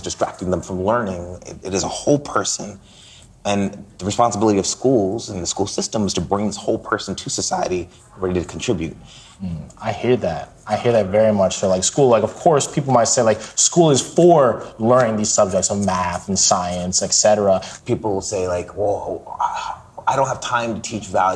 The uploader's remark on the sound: heads to sunny San Diego, California, for the ASU+GSV Summit and we brought our microphones with us!